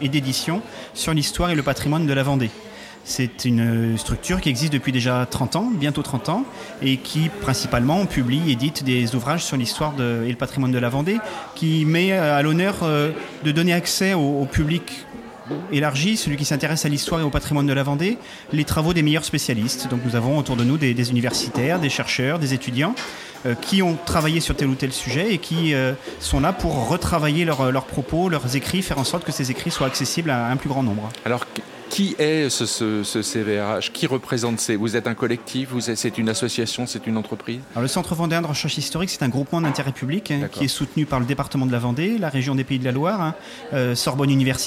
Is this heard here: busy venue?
yes